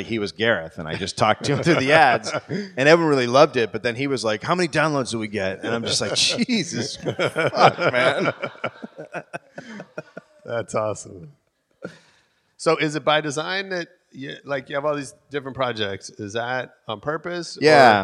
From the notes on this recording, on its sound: LIVE at LA Podcast Festival. In front of a live audience.